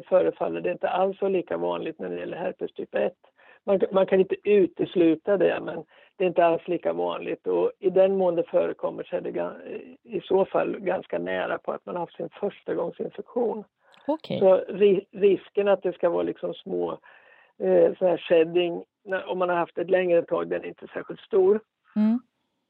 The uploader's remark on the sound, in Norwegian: en liten telefonintervju